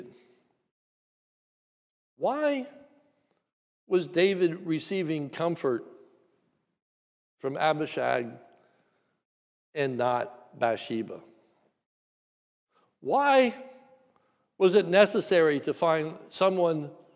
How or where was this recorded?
large echoing room